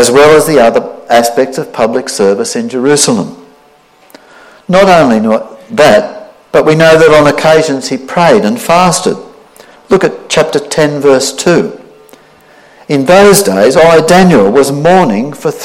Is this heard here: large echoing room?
yes